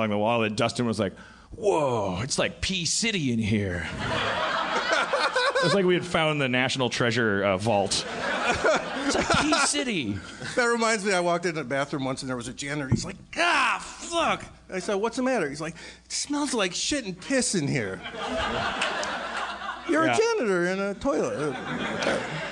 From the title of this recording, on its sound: LIVE From Magic City Comic Con